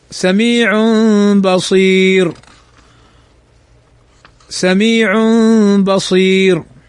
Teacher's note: تنوين بعده الباء فيقلب التنوين ميما · Term: الإقلاب